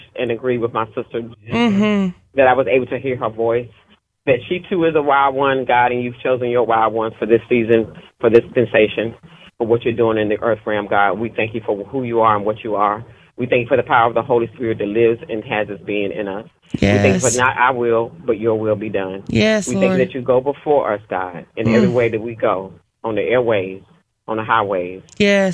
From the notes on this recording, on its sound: Beautiful Behind The Scenes Phone Call. Listen to a phone call from a truck driver who called.